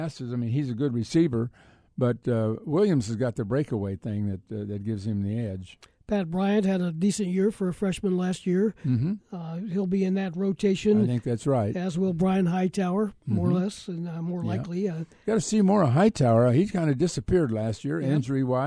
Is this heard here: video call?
no